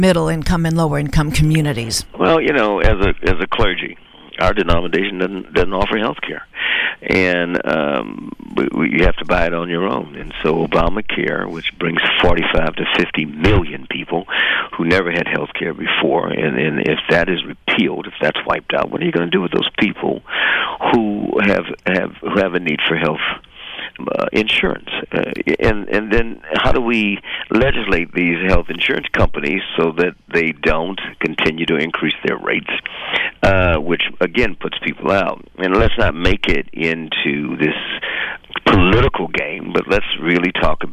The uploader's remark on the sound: Dials in an appearance from the 85th annual US Conference of Mayors in Washington, D.C.